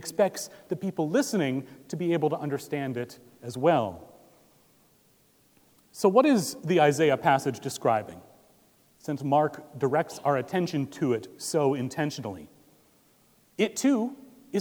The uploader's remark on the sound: Recorded December 10, 2017 at Trinity Presbyterian Church in Bixby, Okla.